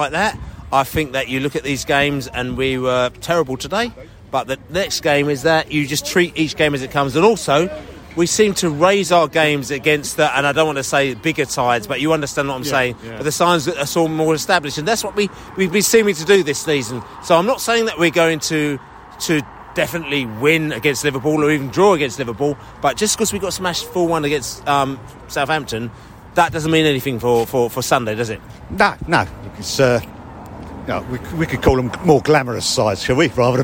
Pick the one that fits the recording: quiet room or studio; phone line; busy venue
busy venue